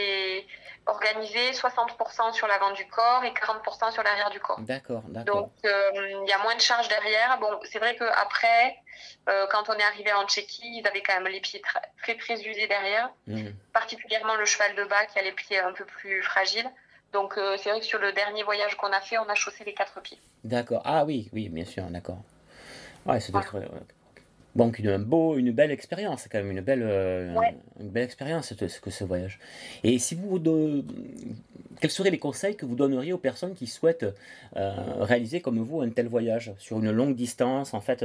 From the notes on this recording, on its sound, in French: Interview enregistrée le 22 août 2022 par téléphone.